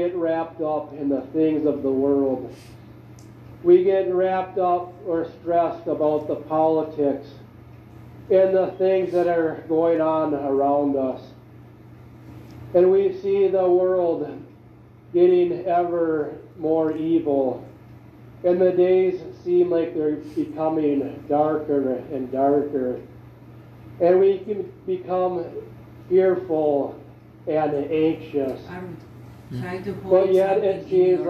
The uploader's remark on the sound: Seattle Washington &Moncello USA Laestadian Lutheran Church Communion Services 2021